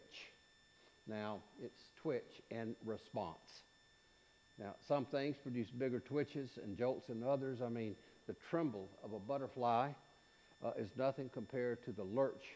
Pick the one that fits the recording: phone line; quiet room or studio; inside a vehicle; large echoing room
large echoing room